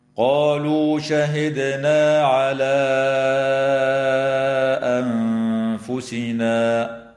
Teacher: وتخفى النون الساكنة عند الفاء مع الغنة مرققة في كلمة أنفسنا